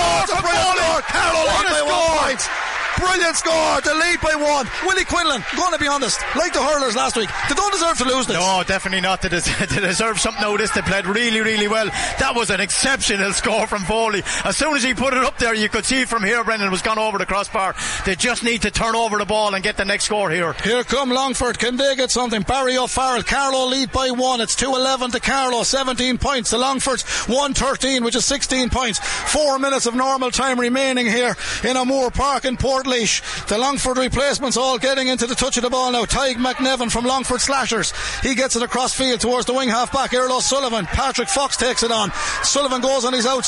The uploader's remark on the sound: We were in the stands in Laois Hire O'Moore Park, Portlaoise. Live on air, online, and in the KCLR app.